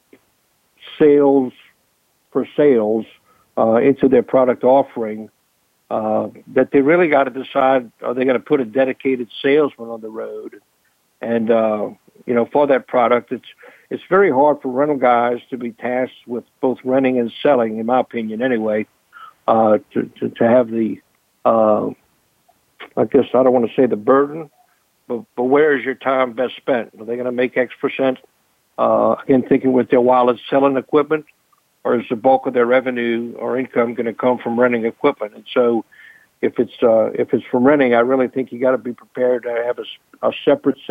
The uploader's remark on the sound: I will be fielding call ins